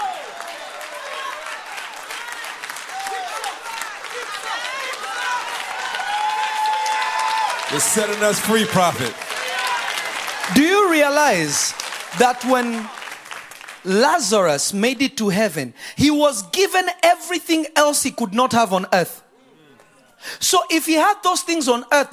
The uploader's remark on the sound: From Revelation Church in Simi Valley, CA. This message was recorded live.